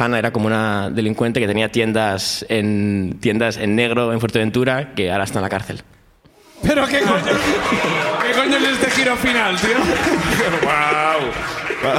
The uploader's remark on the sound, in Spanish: El público de Barcelona